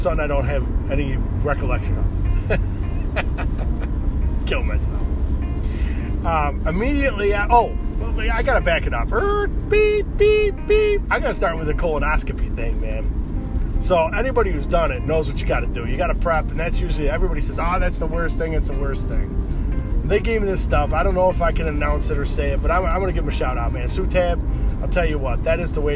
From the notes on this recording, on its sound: Doing show while driving. My wife called and stopped the show.